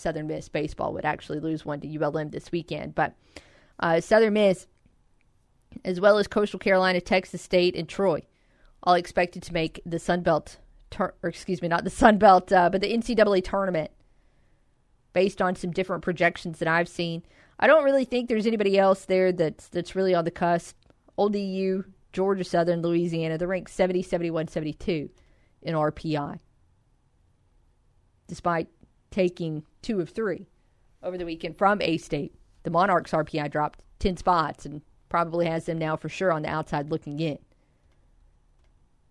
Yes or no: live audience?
no